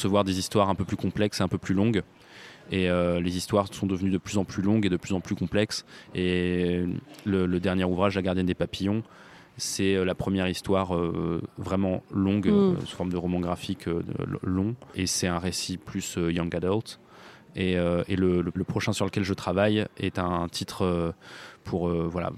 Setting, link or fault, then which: setting, busy venue